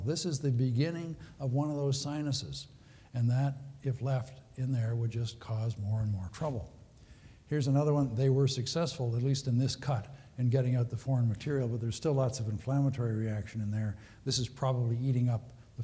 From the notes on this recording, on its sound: Recorded at the 2013 Summer SDPA Conference in St.